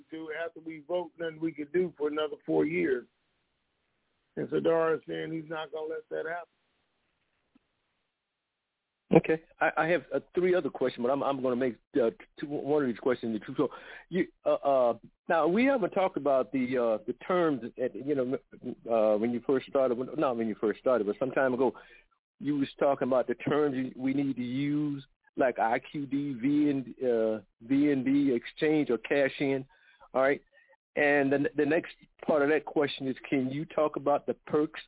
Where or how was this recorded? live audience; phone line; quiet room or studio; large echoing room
phone line